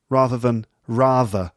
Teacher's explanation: th in the middle of a word might become v